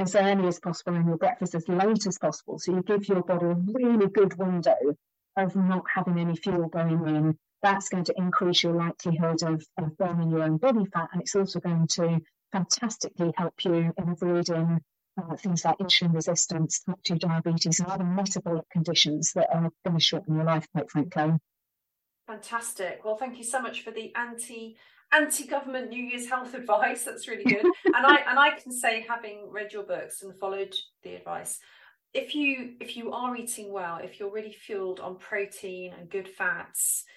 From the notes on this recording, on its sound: For some reason the sound quality was poor, so I’ve produced a transcript too.